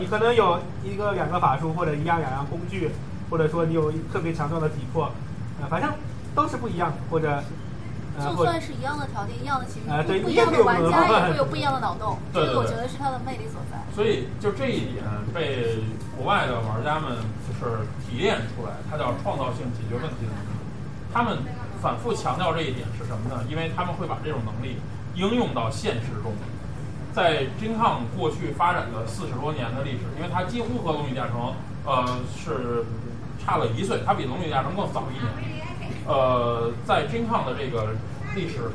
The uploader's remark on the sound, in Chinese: 本期节目是当时的现场录音